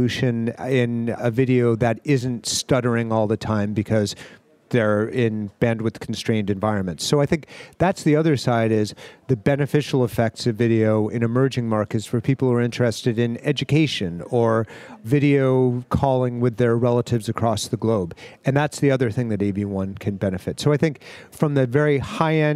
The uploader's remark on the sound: livecast interview from the Visual Cloud conference and IBC Show 2019, in Amsterdam, Netherlands